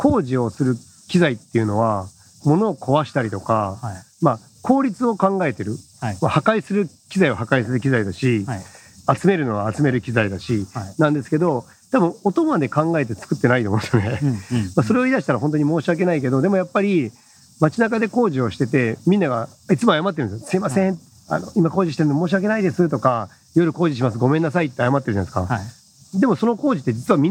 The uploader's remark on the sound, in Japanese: 最高で最悪の収録環境？屋外収録編。ものすごいノイズの中での収録回。工事の音や、黒板を引っ掻く音。